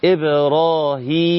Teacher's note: الهاء مكسورة وأتى بعدها ياء ساكنة فتمد · Term: حرف مد